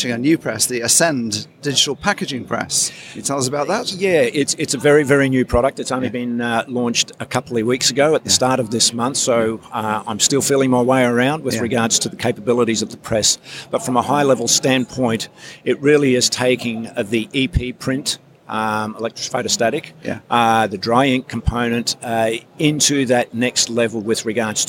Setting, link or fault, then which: setting, busy venue